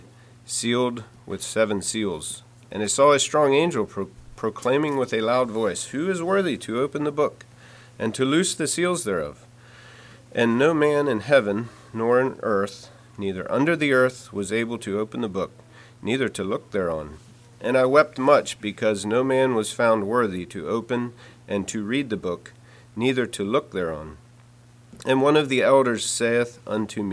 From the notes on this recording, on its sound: Message preached at Word of Hope on Sunday, November 12, 2023